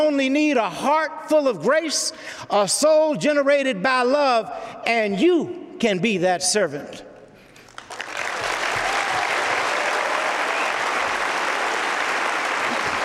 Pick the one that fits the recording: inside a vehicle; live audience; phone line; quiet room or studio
live audience